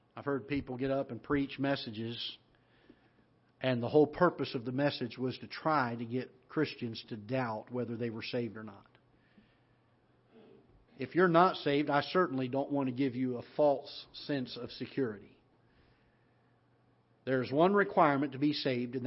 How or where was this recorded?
large echoing room